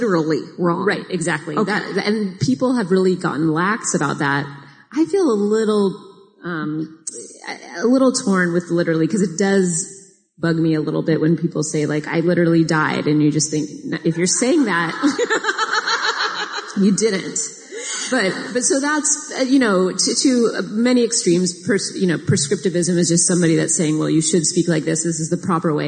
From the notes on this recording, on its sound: Live from Portland.